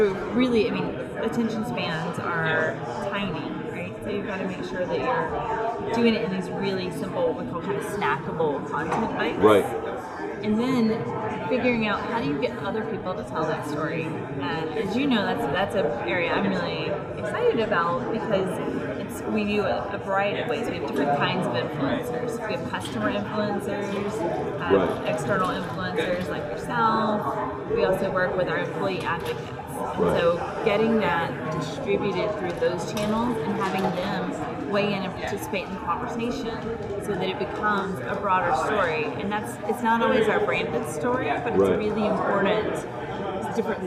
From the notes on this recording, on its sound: live at IBM InterConnect